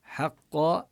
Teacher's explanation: ننتبه لترقيق الحاء قبل القاف المفخمة، الحاء مرققة والقاف مفخمة. حقا نقف بالألف، إذا وصلنا حقا وتركنا إدغام بغنة.